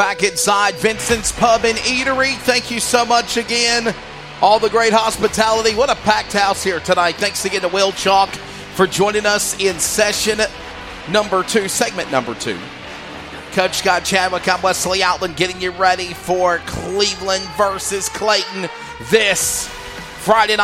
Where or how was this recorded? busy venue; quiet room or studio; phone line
busy venue